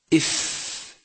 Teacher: يخرج حرف الفاء من بطن الشفة السفلى مع أطراف الثنايا العليا إف فيجب أن تلامس أطراف الثنايا العليا بطن الشفة السفلى لا